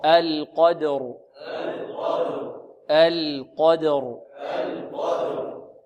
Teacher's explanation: اللام مرققة والقاف مفخمة والدال مرققة والراء مفخمة · Term: مرقق مفخم مرقق